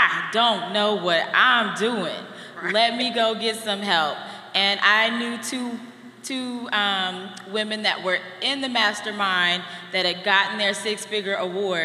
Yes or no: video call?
no